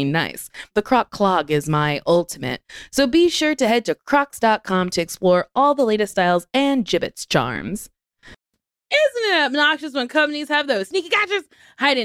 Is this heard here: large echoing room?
no